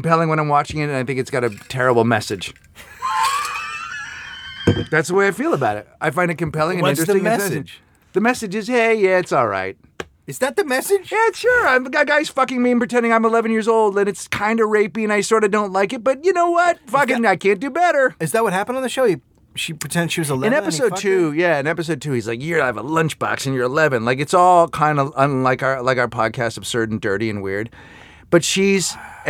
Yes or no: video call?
no